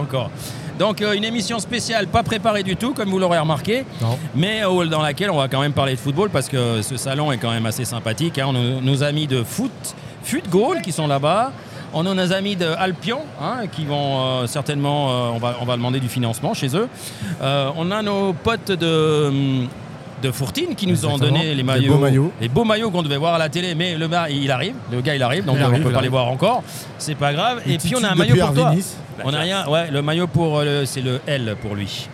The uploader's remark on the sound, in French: Une émission spéciale en direct du salon Passion Football